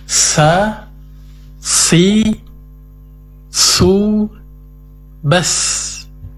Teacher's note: diperjelas sifat hamasnya, mengalirnya nafas ketika diucapkan